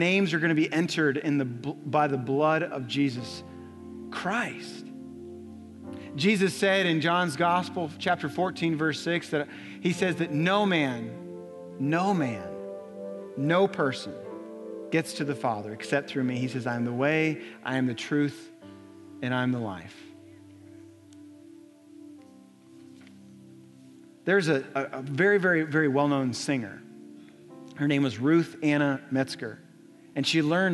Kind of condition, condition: setting, large echoing room